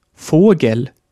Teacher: Bei Vogel ist das E vor einfachem Konsonant kurz, weil es unbetont ist.